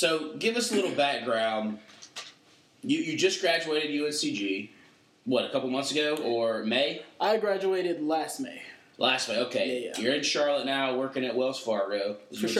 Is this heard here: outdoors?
no